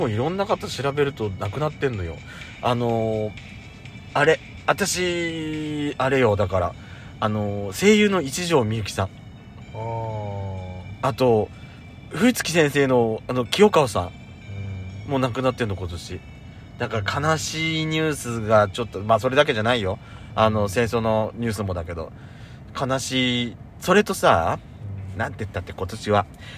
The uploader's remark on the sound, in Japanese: パーキング収録